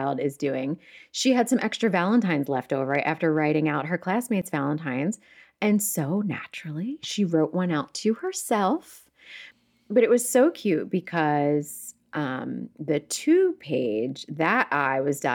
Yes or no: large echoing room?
no